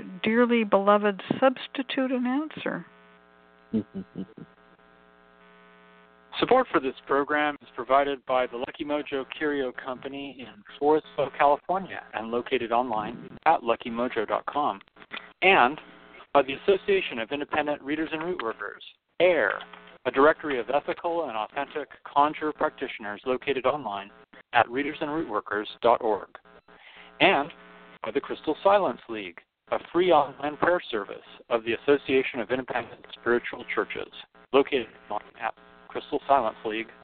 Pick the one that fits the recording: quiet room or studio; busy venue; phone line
phone line